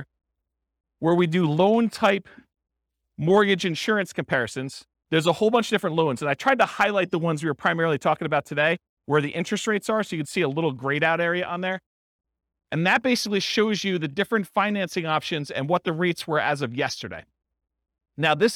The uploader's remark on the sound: This was a live class recorded